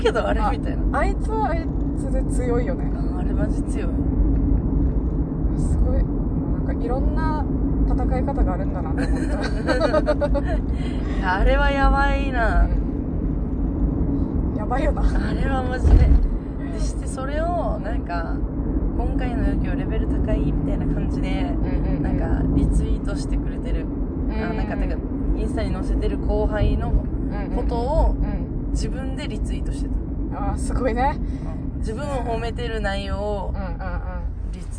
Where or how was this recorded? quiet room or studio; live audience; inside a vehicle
inside a vehicle